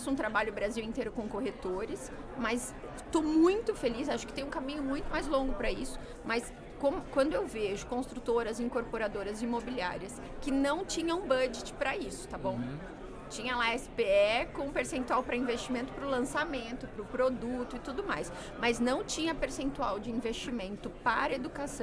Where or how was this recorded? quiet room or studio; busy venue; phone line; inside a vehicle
busy venue